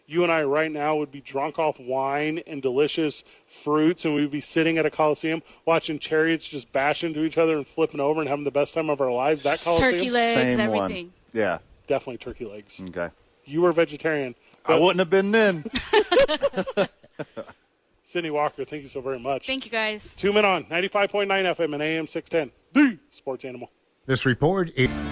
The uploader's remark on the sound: live from The Albuquerque Duke Store